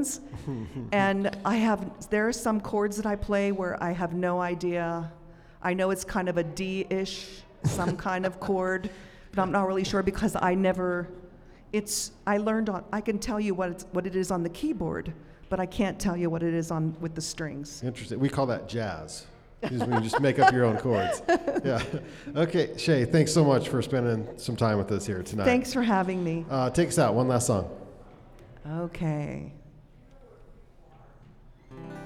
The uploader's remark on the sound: Recorded LIVE in front of a studio audience inside the Monarch Building in the heart of Ogden's Nine Rails Arts District.